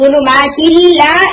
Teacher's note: नून बिल्कुल भी उसकी आवाज नहीं आ रही, और लाम दो दफा पढ़ा जा रहा है, तो ये भी कामिल इदगाम है।